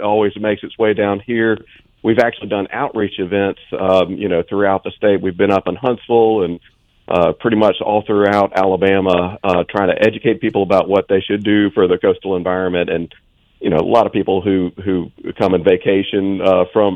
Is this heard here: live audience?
no